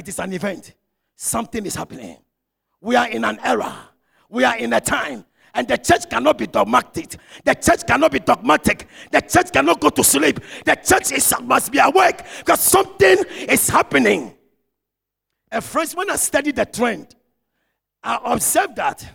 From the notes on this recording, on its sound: Sermon preached at CBC Shiashie Campus